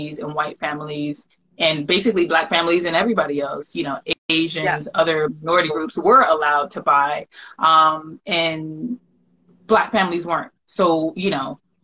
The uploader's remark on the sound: the audio from an Instagram live